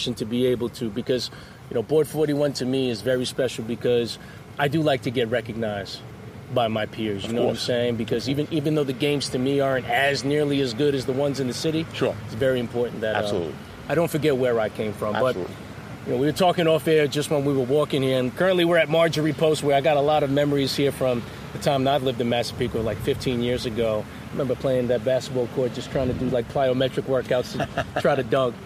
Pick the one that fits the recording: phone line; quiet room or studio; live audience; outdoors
outdoors